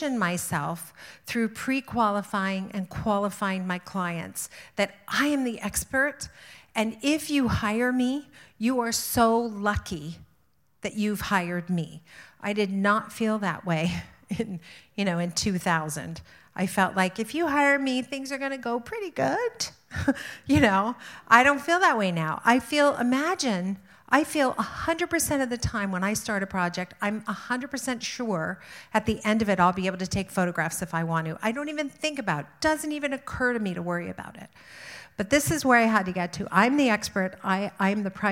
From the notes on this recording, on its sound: Live at IDS Toronto. Spoke to a sold-out crowd.